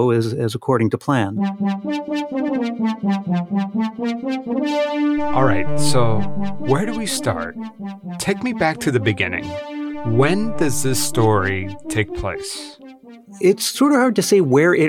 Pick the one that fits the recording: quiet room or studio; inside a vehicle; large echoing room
quiet room or studio